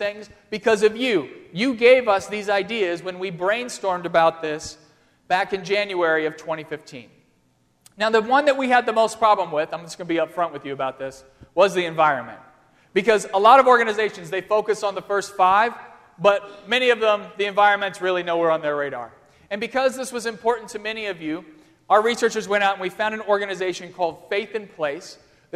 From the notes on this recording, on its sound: during the Crossroads service (9:30 am) on Sunday, November 15, 2015, at First Presbyterian Church of Arlington Heights, Illinois.